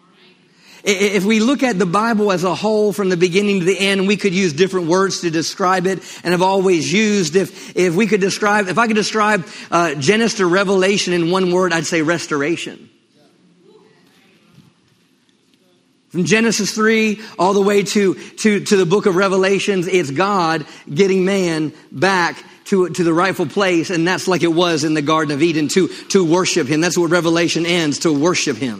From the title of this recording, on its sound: LIVE Midweek Service